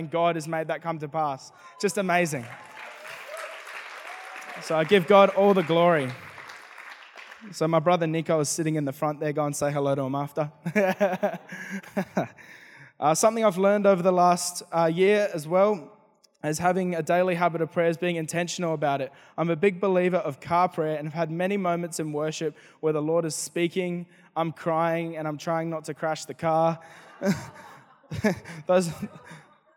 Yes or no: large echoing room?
yes